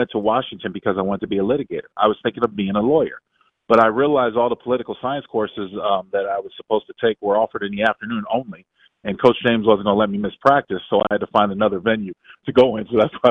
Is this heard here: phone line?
yes